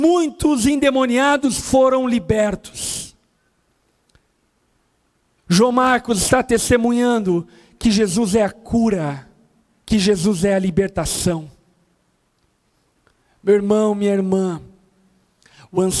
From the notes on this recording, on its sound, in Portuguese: Gravado na Conferência Rampa 2021 Veritas.